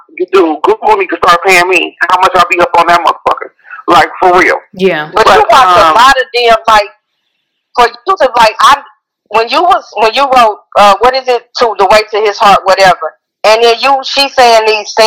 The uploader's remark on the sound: On the phone interviewing authors